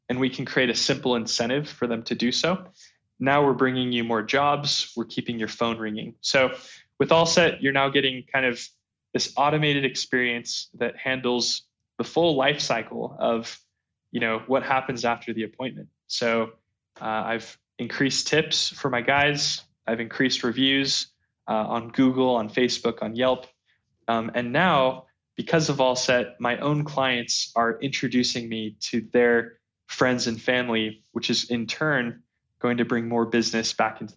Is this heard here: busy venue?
no